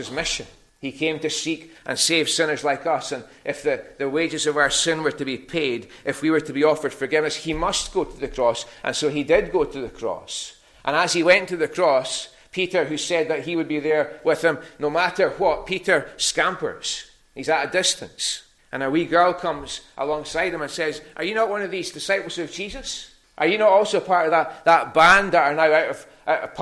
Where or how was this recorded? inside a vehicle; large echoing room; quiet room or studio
large echoing room